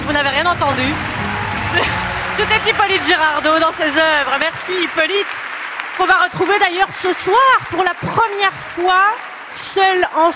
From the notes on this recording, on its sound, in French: En direct du festival Séries Mania à Lille.